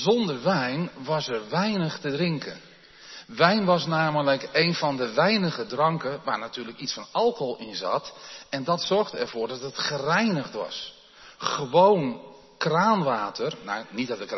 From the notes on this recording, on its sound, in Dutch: opgenomen in de Jeruzalemkerk te Groningen